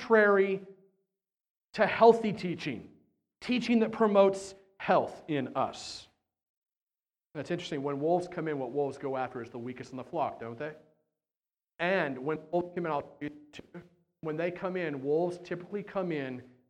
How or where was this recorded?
large echoing room